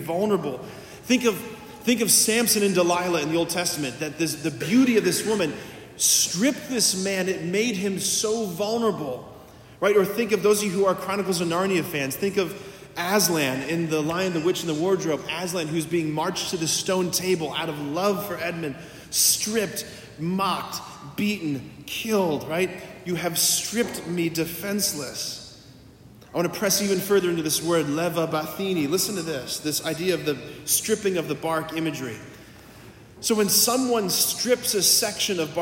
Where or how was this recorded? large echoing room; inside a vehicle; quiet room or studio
large echoing room